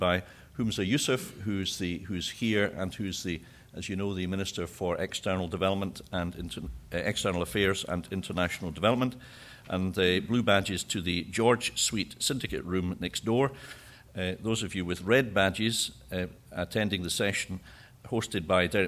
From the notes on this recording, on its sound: Plenary session (09:00-10:05) of the national Economic Forum. Followed by a Q&A session.